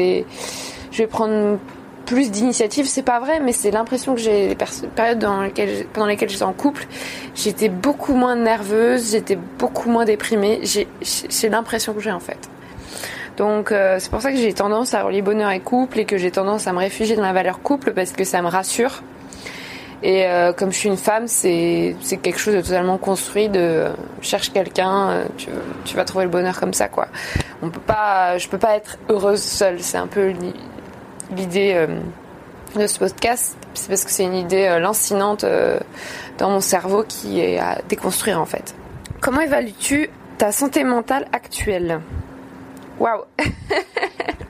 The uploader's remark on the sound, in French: Épisode enregistré sur un cargo naviguant dans l'océan Indien